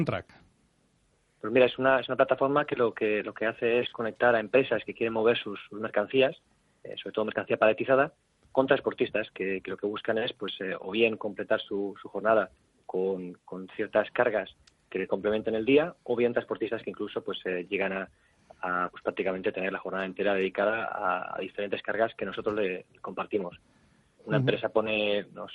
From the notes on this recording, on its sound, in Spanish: que también por teléfono, nos ha contado